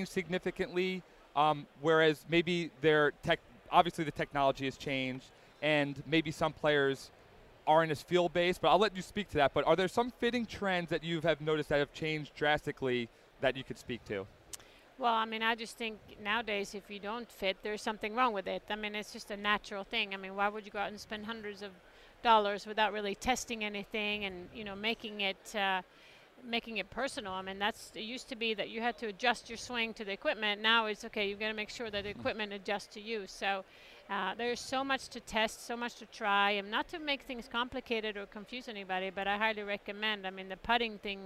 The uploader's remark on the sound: Recorded at the PGA Show in January.